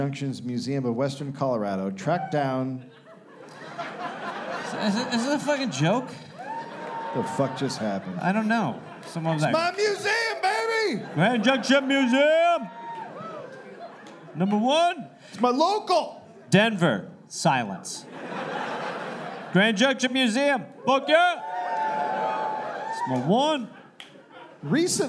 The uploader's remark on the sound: Recorded live at Comedy Works South in Denver.